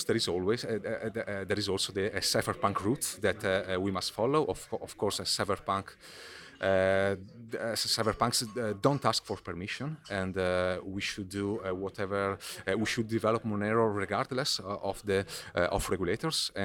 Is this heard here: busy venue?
yes